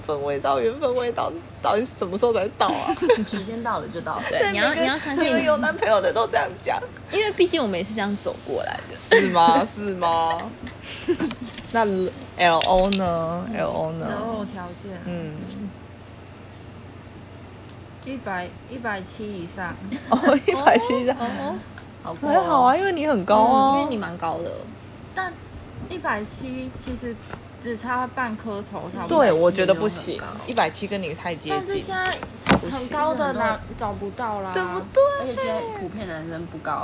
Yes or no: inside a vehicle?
yes